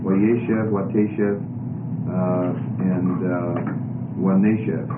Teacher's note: you get a retraction of the stress